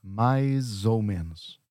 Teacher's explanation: when we say it a bit faster, the end of the word mais, it sounds like a Z.